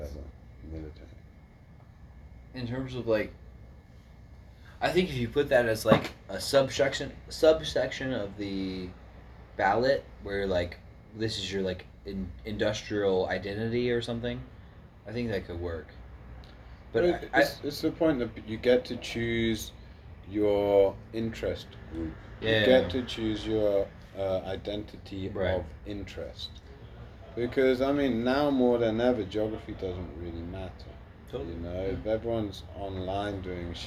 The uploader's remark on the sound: A Couple Boys Stop by the Studio. It was recorded spur of the moment so the audio isn’t optimal.